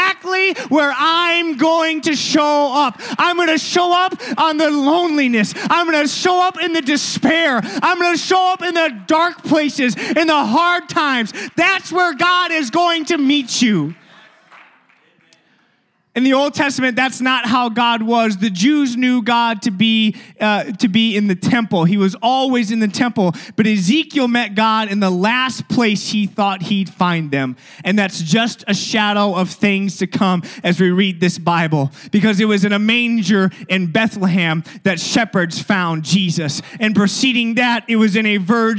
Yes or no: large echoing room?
yes